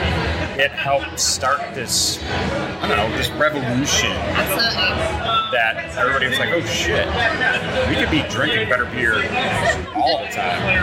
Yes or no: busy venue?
yes